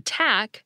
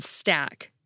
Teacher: We get aspirated T in tack, but unaspirated T in stack.